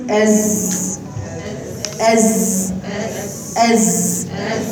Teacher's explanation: ازاي ما فيهاش صفير قوي؟ فيها ازيز، تزني فيها تقولي أز. نفس المخرج، لسانك تحت عند صفحة الأسنان الايه السفلى، لسانك تحت عند صفحة الثنايا السفلى وتزني أز.